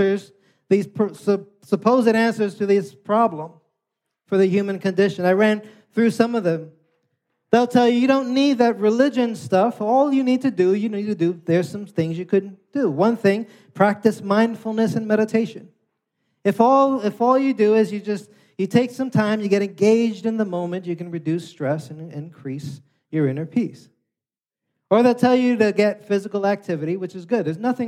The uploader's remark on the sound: preached this sermon on Sunday, December 24th, 2023, at Catalyst Church San Diego